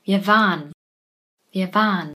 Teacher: wir lassen den Schwa-Laut weg, wir reduzieren ihn